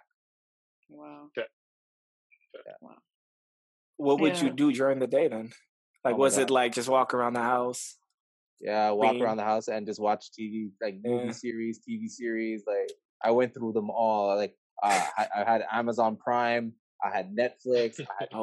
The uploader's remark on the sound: a live Zoom session